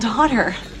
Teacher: Bo właściwie tylko pierwsze d zostaje takie samo, a potem tak. Ta pierwsza samogłoska się otwiera, więc nie będzie u, tylko będzie a.